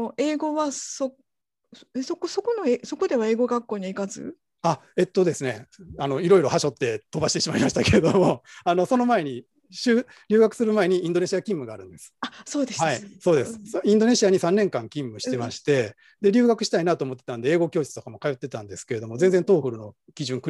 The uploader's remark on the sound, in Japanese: 収録場所：オンライン (Zoom)